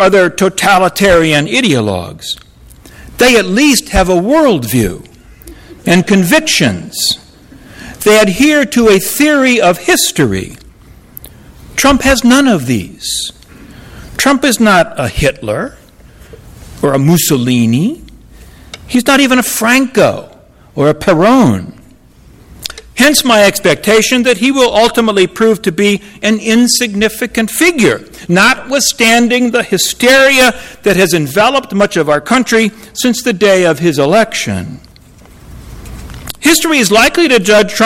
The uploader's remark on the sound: Audio recording of a lecture delivered on Apr.